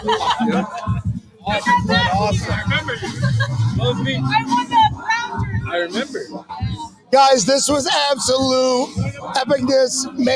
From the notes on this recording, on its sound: Bills Backers Miami hosted a Bills Mafia Appreciation Party this past weekend! Live interview with fans from the Booze Garden!